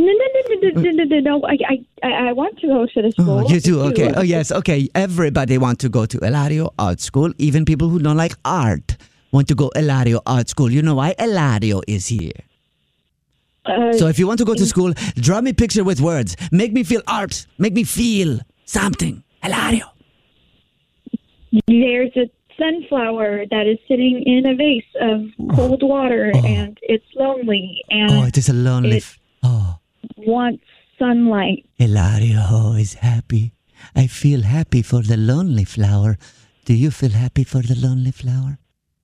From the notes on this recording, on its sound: today's Phone Prank